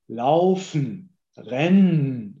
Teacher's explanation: Die zweite Silbe ist die unbetonte. Die Reduktionssilbe, laufen, rennen, mhm.